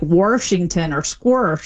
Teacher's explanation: the intrusive R, which is where you get an R sort of just stuck in the middle of places that never had one by people that typically don't drop their R elsewhere, and that's when you say like Washington or squirsh.